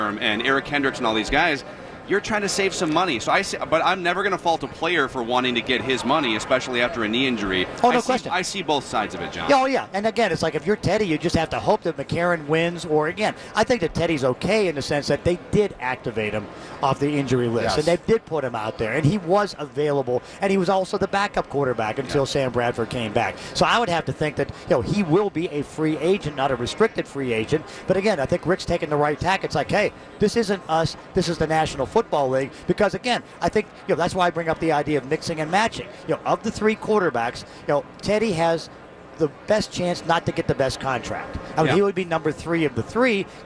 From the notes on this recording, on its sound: live from Radio Row all week